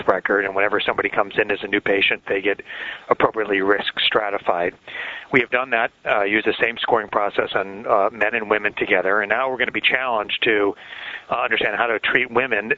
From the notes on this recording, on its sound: Author in the Room® Teleconference.